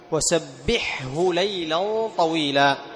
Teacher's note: فتظهر الحاء وتظهر الهاء بهمسهما